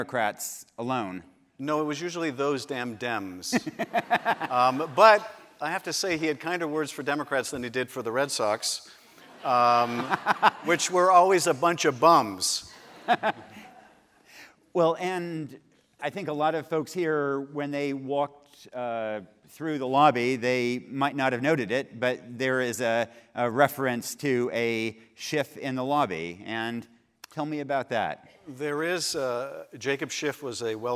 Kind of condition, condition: setting, live audience